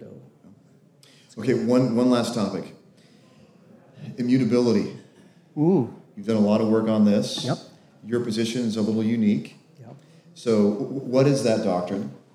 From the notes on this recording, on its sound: Interview at Men's Retreat. This recording took place live at our 2023 men's retreat.